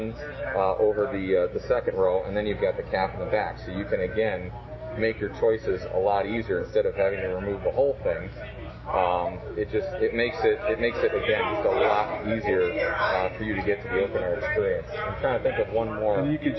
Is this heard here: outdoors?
yes